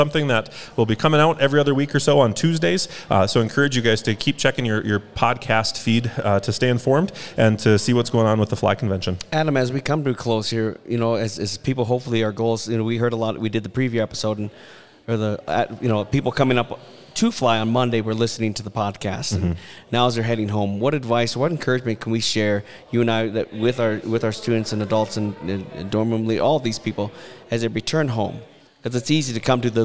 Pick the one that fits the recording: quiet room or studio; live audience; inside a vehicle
live audience